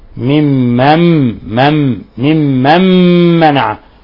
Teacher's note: ممن منع، أظلم ممن منع، عندنا حرف غن مشدد يغن مقدار حركتين، وعندنا نون ساكنة جاء بعدها ميم، نون ساكنة جاء بعد حرف الميم حكم التجويد إضغام بغنة